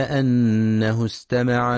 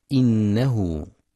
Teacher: ينتبه القارئ لغنة النون المشددة في كلمة أنه، فهي أكمل ما تكون. كذلك ينتبه لفتح الهمزة وعدم كسرها · Shown in: first take · فلا يقرأ إنه.